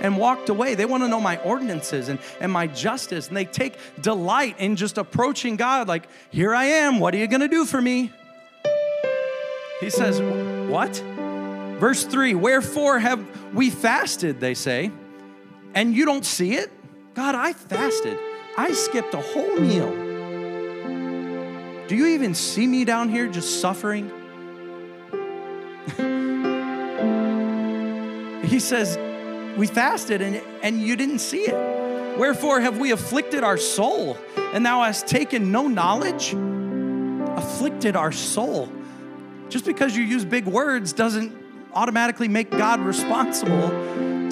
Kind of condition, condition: setting, large echoing room